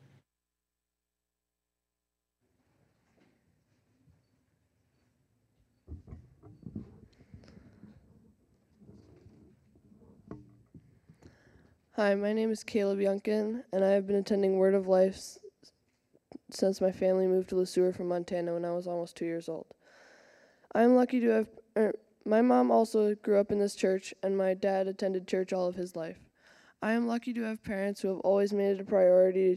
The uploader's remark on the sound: Recorded live at Word of Life Church in Le Sueur, Minnesota, on May 7, 2023